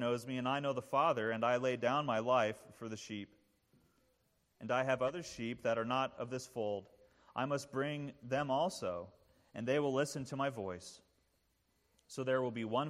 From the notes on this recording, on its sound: This sermon was preached at the installation service. As a Ruling Elder of Christ the King.